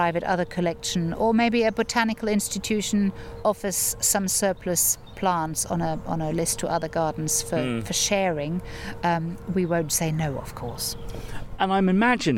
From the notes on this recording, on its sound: I go back to a garden, that's not too far from me, the Harold Hillier Gardens in Ampfield near Romsey